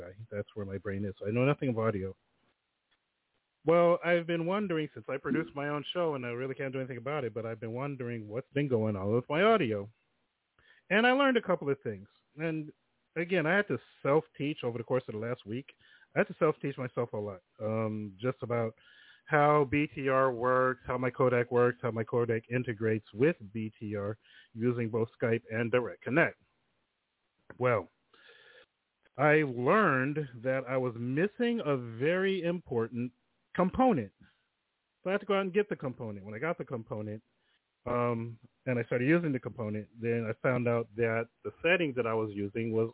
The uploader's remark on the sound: The phone lines are open in the second hour.